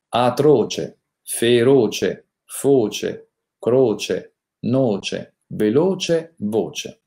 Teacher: Ricordiamo invece i casi in cui la O è chiusa, sia sempre la O chiusa nei casi seguenti, nelle parole che terminano in oce